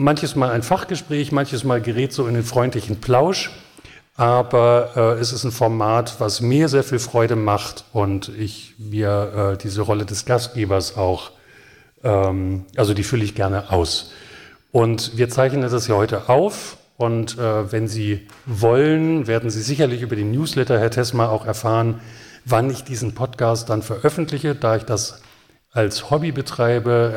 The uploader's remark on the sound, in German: PODCAST vor Publikum. Erstmals auf Wunsch meines Tonstudios Tessmar vor Publikum.